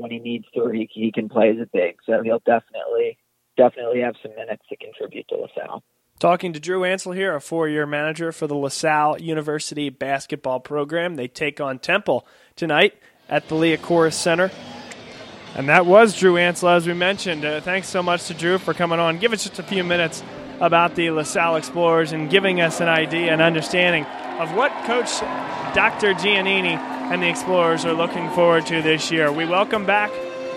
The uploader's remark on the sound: BLS is live from the Pavilion on the campus of Villanova, as we broadcast live our pregame show for the season opener for the 2015-2016 National Champions.